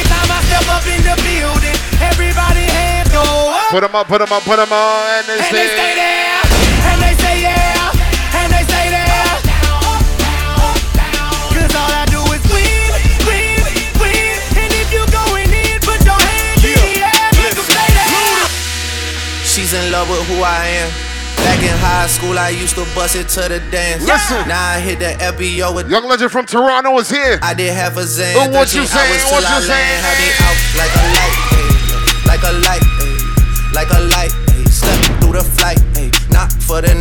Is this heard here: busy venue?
yes